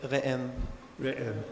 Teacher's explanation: So that apostrophe is not a vagraha. That's a Hebrew unvoiced guttural. Like in Hebrew they say re'em.